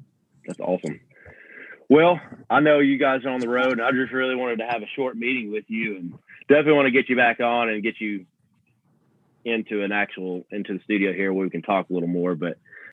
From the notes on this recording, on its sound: Phone interview. From Ridenour Rehearsal Studios.